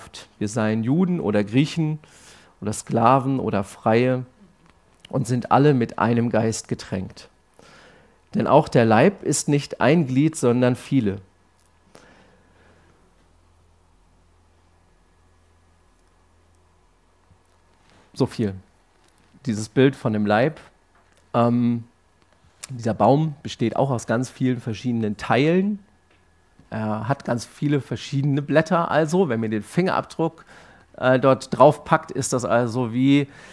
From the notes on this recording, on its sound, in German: Abendmahls-Gottesdienst. Oktober 2023 aus der Freien evangelischen Gemeinde Augsburg-Mitte.